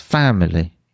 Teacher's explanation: So if I'd say it like this, family, the last two syllables I'm almost not saying, but you still recognize the word because I've got the stress right, family. If I say family, it's much more difficult to understand.